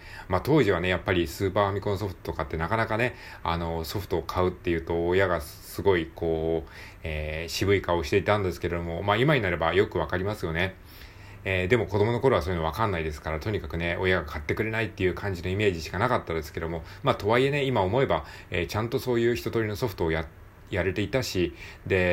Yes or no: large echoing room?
no